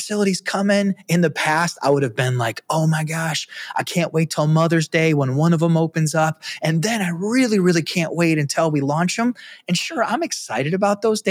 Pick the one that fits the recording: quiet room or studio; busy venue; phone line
quiet room or studio